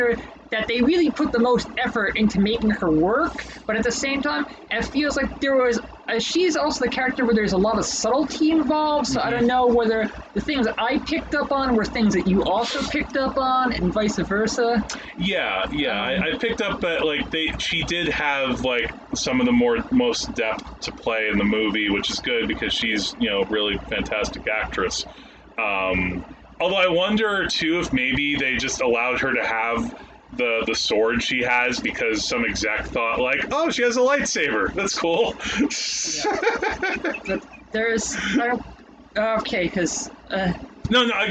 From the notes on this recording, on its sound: there were some issues with the audio recording for this episode, in part due to the air conditioner but also the placement of the mics too close to it, our apologies in advance for dip in quality